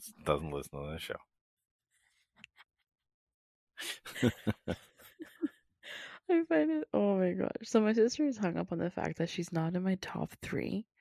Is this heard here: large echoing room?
no